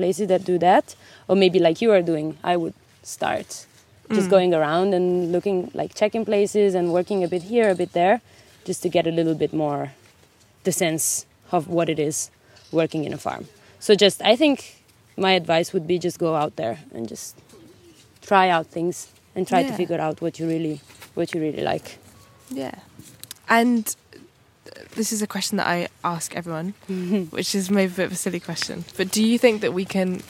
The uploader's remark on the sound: This weeks episode was recorded on the outskirts of Copenhagen at a small-scale regenerative farm called the Farm of Ideas.